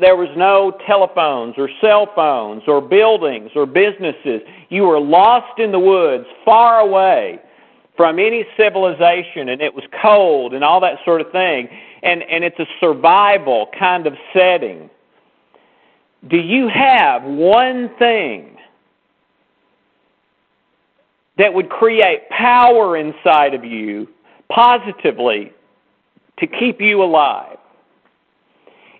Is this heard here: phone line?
yes